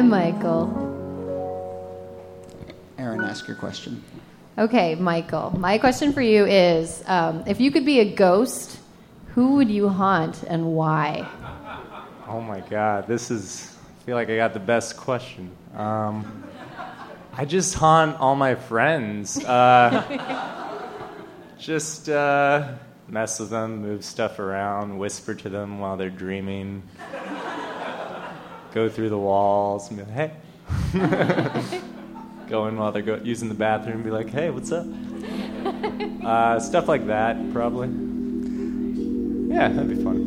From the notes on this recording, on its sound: A conversation series in which strangers ask each other questions on stage. This excerpt is from our October regular show at Housing Works Bookstore.